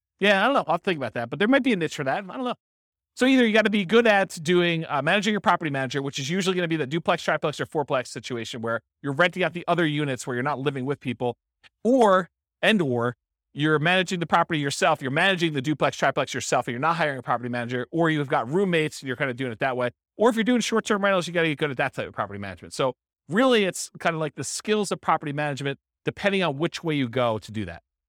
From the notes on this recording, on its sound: This was a live class recorded